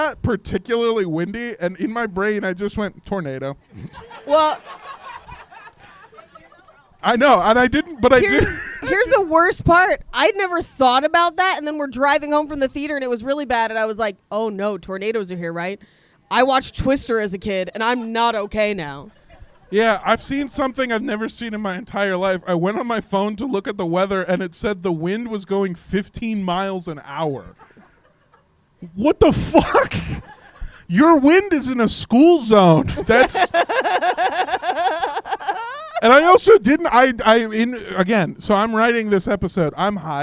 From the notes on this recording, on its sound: Live from Panic Fest 2023. Thank you to everyone who came out and to everyone listening at home.